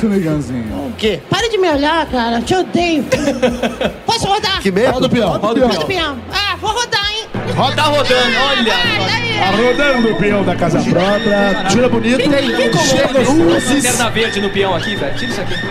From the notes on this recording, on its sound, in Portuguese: Nesse episódio especial gravado durante a Comic Con Experience 2017, em São Paulo